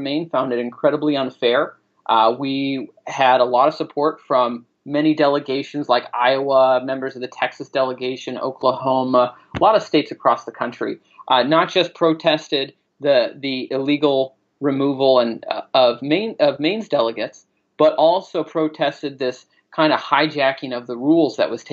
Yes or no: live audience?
no